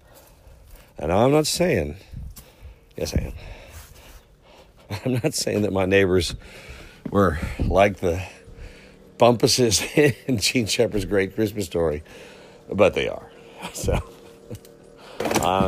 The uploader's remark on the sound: A live, into my iPhone recording as I walk through my old house and yard.